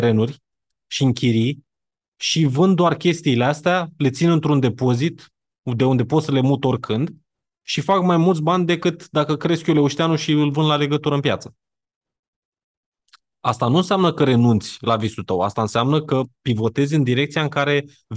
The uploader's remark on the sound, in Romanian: Conferinta Zoom Saptamanala EcomSchool